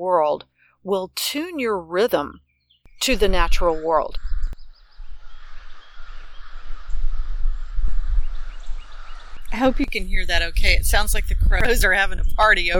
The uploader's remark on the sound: Musical soundtrack courtesy of owls, crows, tree frogs, sweetly singing birds & various buzzing things. I’m creating new meditations while sitting by the river, surrounded by the sounds of nature. Tree Frog - The sounds of nature are the music for this podcast episode.